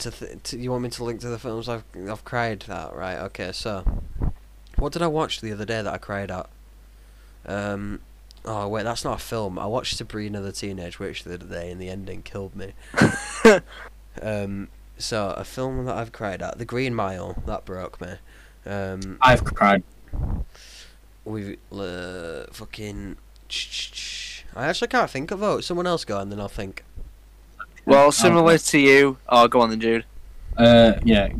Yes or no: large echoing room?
no